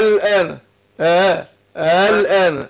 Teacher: انت سيب الهمزة الثانية بين الالف وبين الهمزة · Term: التسهيل